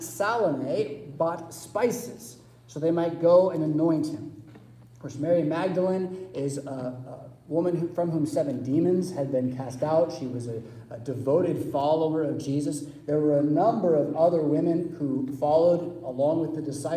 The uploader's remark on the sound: Preached at St Paul Lutheran Church , Rockford, Illinois on Easter Sunday April 9, 2023